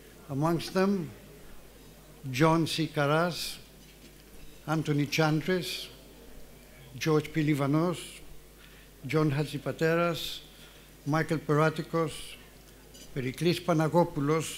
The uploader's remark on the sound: 2023 CAPITAL LINK GREEK SHIPPING LEADERSHIP AWARD LUNCHEON KEYNOTE ADDRESS. Capital Link’s 13th Annual Greek Shipping Forum. Divani Caravel Hotel, Athens, Greece.